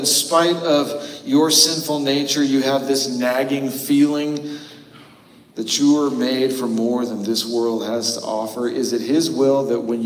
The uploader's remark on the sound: Note: The audio is pulled from our live stream this week due to an error with our recording. Apologies for the cavernous echo.